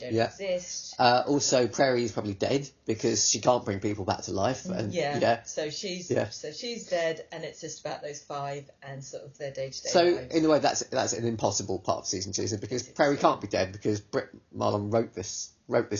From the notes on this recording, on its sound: Apologies for the slightly poor sound on this one, the main recording failed so we had to rely on the backup